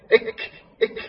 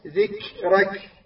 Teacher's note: زين ورفعنا لك ذكرك، ذكرك الكاف تتبع عليها، ذكرك بها صفتين الشدة والهمس